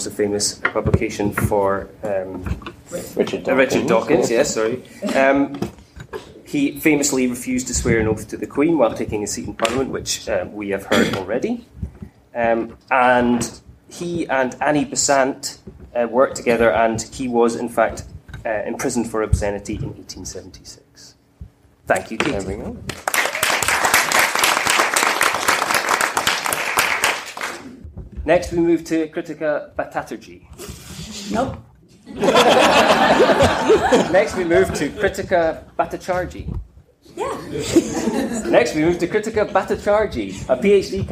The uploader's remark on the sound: recorded at BASR 2016